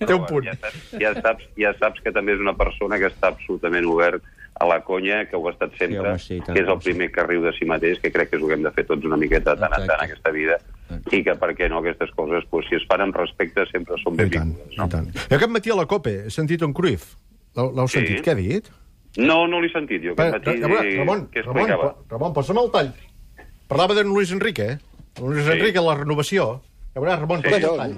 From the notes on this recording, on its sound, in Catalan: ha trucat en directe